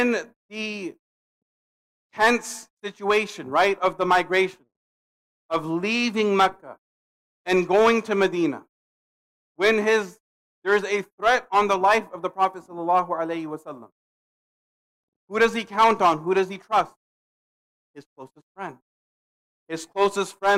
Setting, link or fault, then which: setting, large echoing room